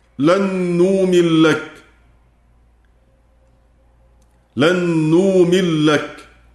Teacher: أدغم النون في اللام